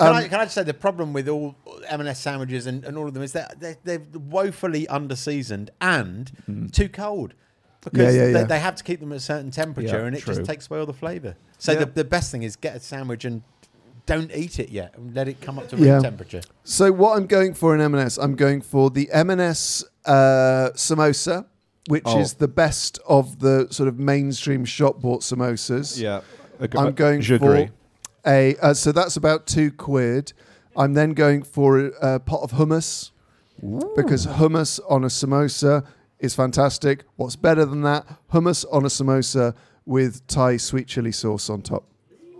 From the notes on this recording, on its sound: The Moon Under Water is ready to once again present itself live from within The Dagda Bar within the Edinburgh Fringe festival.